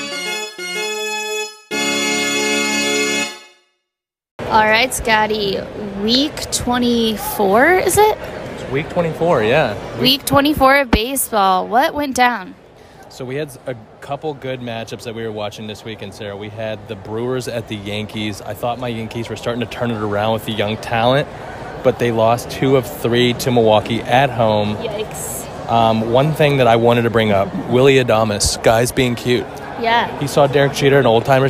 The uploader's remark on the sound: Live from PNC Park. Pirates game at PNC Park and drink a Woodbridge Cabernet from plastic cups. Get ready for ballpark sounds and good times.